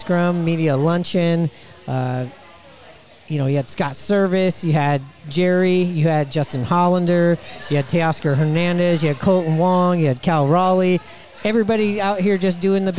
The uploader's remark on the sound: Recorded at Murphy's Pub in Wallingford.